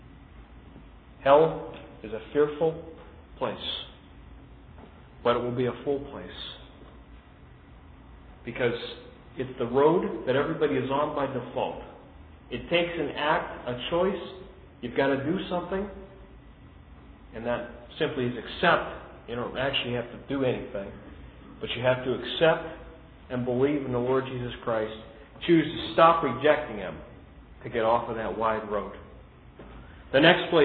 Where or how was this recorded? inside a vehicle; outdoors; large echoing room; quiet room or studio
large echoing room